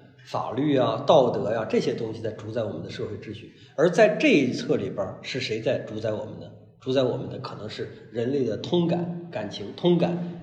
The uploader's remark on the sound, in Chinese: 讲座录音